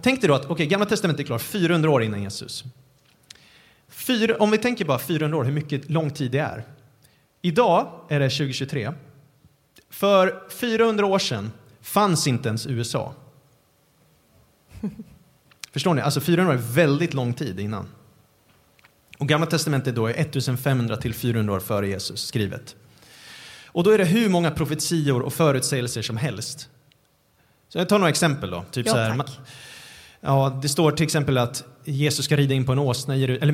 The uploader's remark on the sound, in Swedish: Vi höll en livepodd på Livets Ords Youth Conference den 2 November 2023.